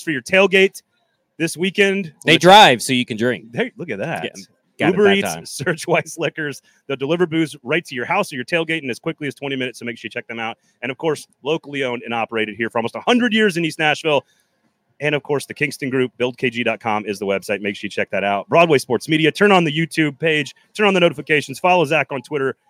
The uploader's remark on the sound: We are LIVE from The Pharmacy Burger Parlor and Beer Garden! We are LIVE from The Pharmacy Burger Parlor and Beer Garden!